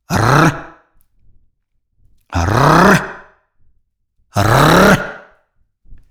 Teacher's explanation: Пры вымаўленні цвёрдага санорнага зычнага р рот раскрыты адвольна. Пад моцным націскам выдыхаемага паветра кончык языка злёгку вібрыруе каля верхніх пярэдніх зубоў.